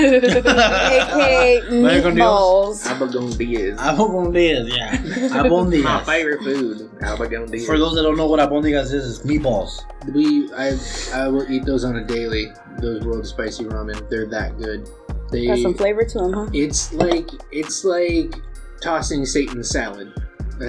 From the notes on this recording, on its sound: Find out the hard way, why food isn't aloud in recording booths!